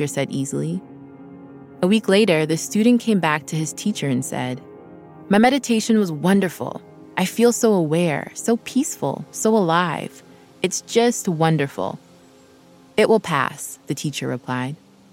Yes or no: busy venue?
no